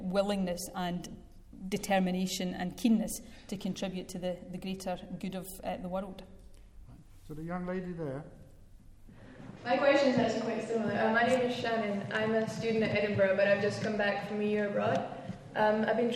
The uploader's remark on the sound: Q&A session following her speech at the Academy of Government of the Edinburgh University